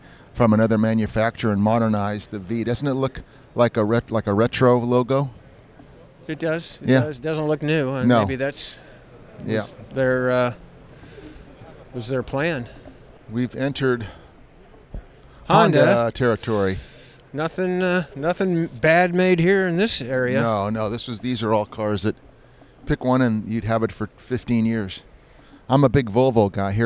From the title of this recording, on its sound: Live from the LA Auto Show